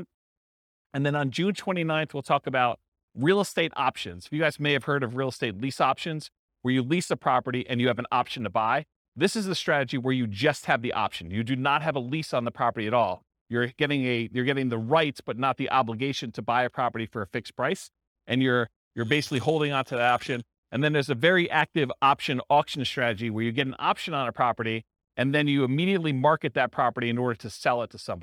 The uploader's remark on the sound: This was a live class recorded